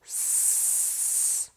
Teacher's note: You'll feel that there is no vibration from your voice box. This is because ss is unvoiced.